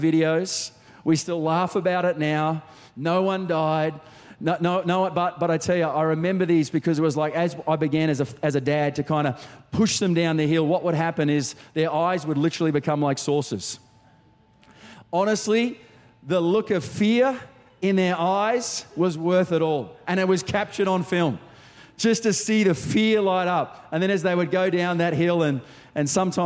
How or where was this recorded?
large echoing room